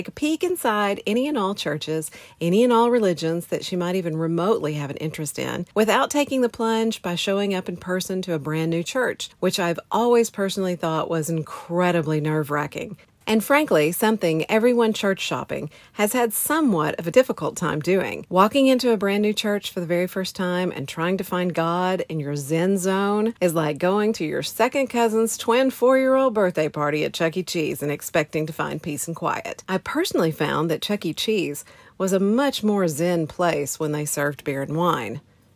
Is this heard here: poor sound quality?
no